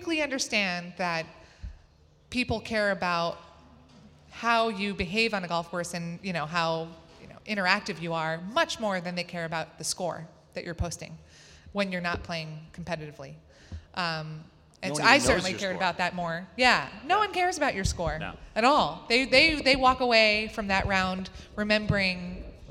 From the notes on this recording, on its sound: listen to a live event at True Spec Golf in New York City